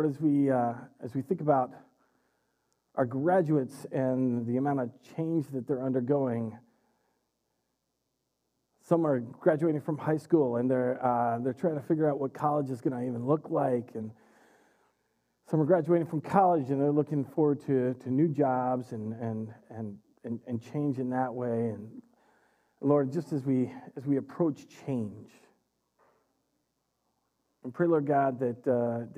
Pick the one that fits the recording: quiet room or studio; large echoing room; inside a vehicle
large echoing room